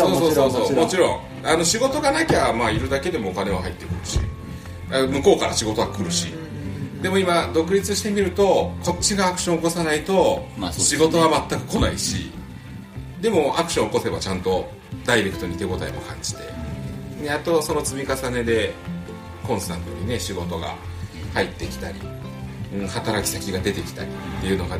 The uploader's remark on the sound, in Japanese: 西湖でカヌーに乗りながらの屋外収録シリーズ